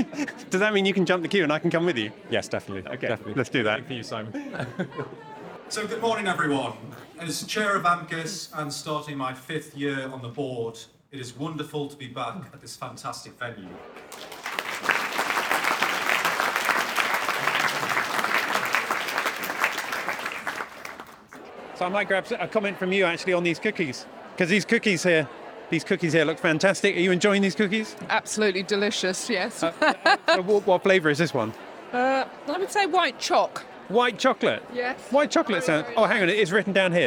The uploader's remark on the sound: A walk around the 2023 AMCIS annual conference. First we’re going to get some coffee and see who’s here so come with me as I take you around the event at this year’s AMCIS annual conference.